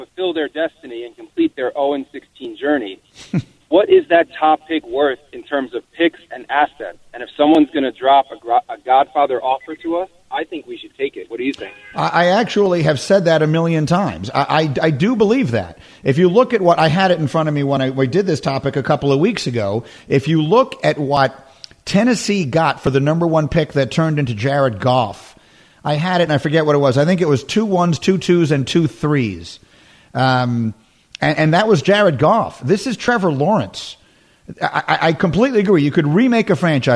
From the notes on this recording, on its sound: we open the phones and take your questions